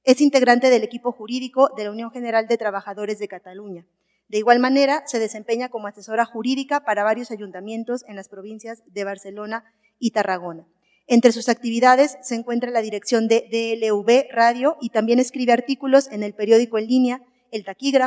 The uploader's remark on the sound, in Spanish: El foro se celebro en la Facultad de Derecho.